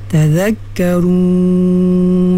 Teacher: Zal ni dia sama tempat keluarnya dengan tha, tha, zal dan dha. Yang bezanya dha tebal, zal dan tha nipis ya?